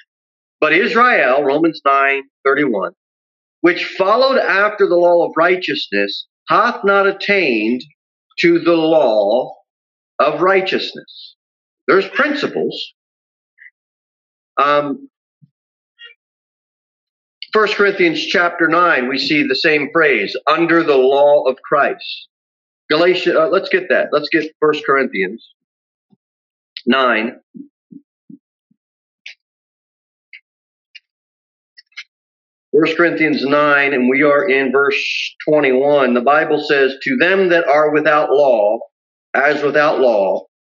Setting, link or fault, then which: setting, large echoing room